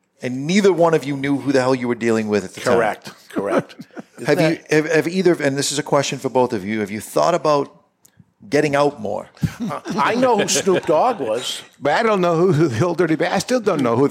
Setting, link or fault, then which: setting, live audience